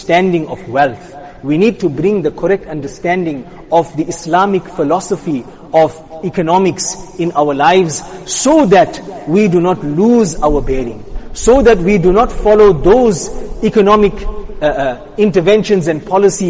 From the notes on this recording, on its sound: Jumuah lecture